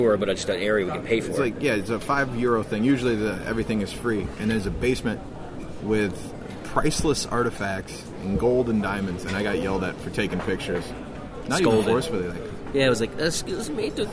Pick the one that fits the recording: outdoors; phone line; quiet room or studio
outdoors